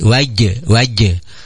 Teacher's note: Ayana di tengah lidah. Wastul lisan ma'al hanak ya. Tengah lidah sareng langit-langit.